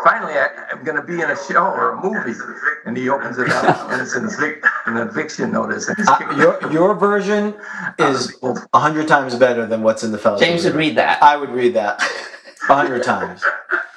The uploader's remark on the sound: The audio was unfortunately not as great as we would have liked (through no fault of our guests, this error was on our side).